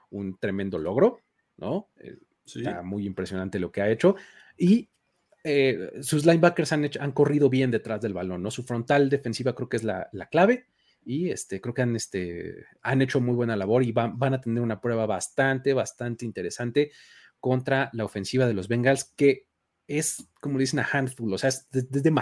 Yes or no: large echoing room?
no